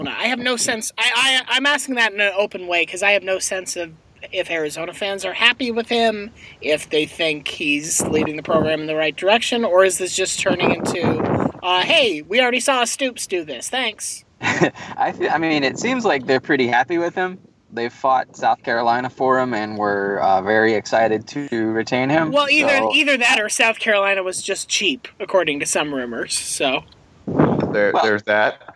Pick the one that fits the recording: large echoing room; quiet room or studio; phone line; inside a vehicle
inside a vehicle